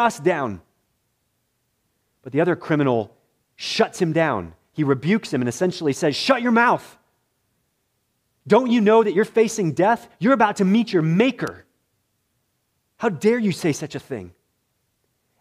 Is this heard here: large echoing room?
yes